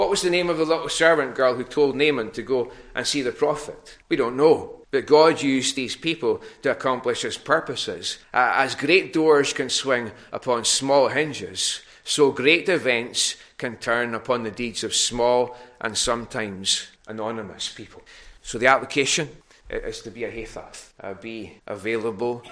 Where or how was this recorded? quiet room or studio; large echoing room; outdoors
large echoing room